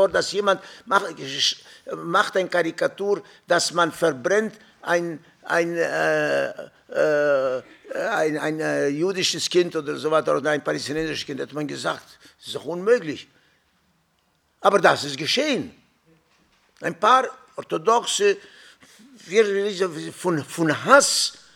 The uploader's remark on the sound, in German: Rohaufnahme der Attac-Veranstaltung. Im Ökumenischen Bildungszentrum Sanctclara in Mannheim.